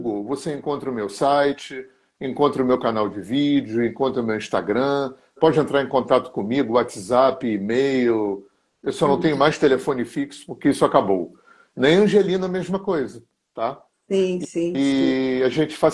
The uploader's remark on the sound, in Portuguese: Live no Instagram